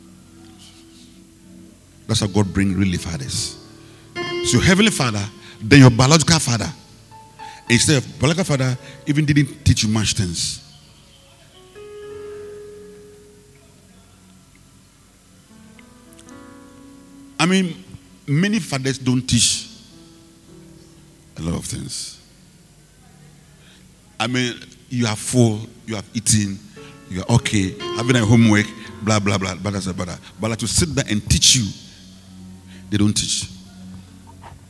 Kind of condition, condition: setting, large echoing room